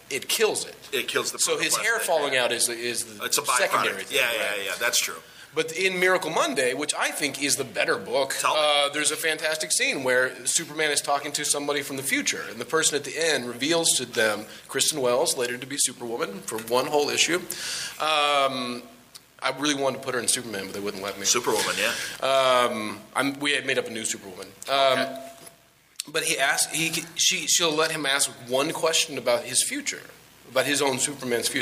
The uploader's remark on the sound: The Batman V Superman Panel from Cincy Comicon.